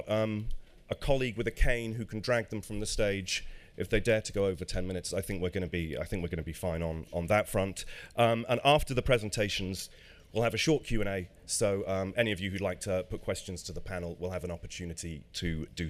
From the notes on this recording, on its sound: In this live recording that took place in the EG Pavilion. Recorded live at MIPIM on Tuesday 14 March.